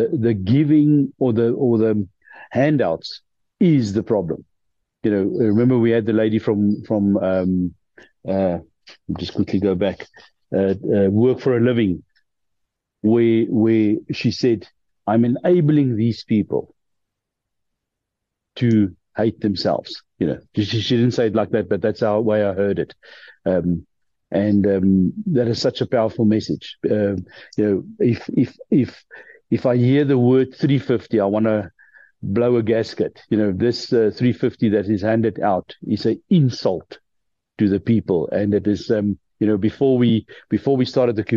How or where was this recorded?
video call